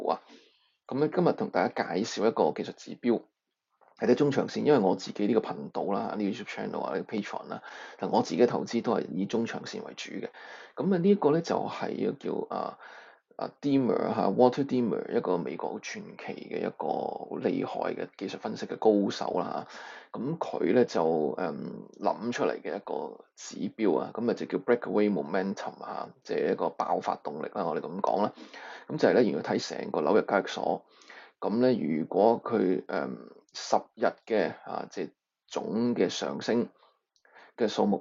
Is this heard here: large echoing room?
no